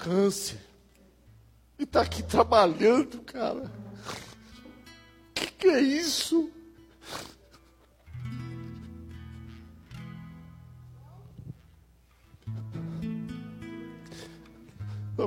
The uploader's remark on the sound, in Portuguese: Áudio de ministração presencial